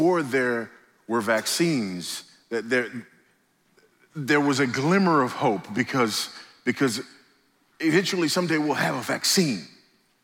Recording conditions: live audience